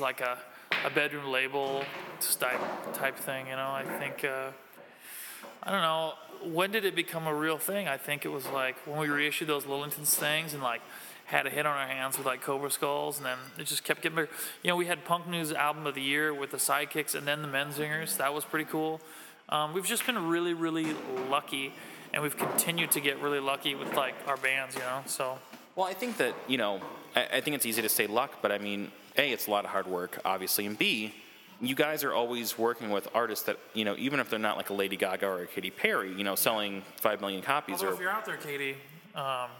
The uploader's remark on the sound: at Gingerman Tavern in Wrigleyville